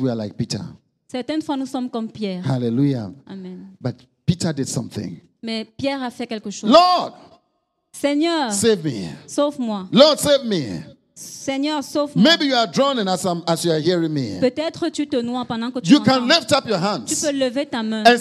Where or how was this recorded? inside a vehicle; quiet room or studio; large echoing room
large echoing room